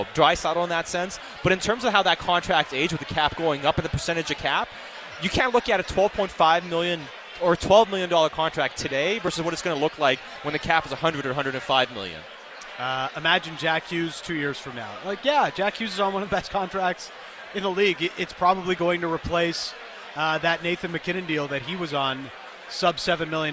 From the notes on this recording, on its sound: live at the JCC Sports Dinner